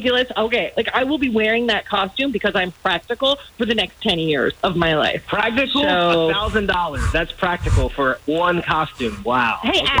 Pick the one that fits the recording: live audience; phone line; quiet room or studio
phone line